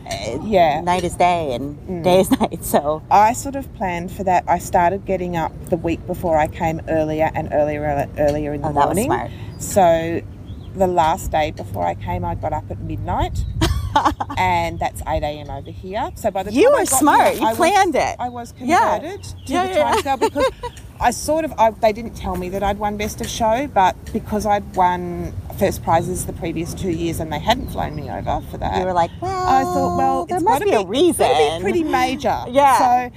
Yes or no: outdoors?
yes